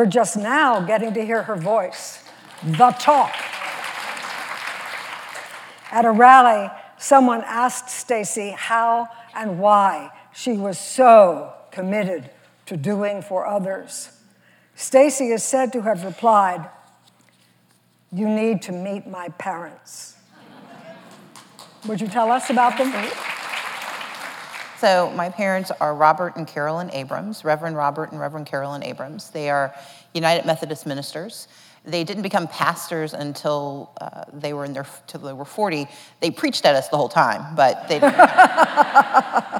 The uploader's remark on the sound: The conversation was recorded on April 11, 2019 in front of a live audience at New York's 92nd Street Y.